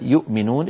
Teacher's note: الهمزة من أقصى الحلق والميم من الشفتين · Term: إظهار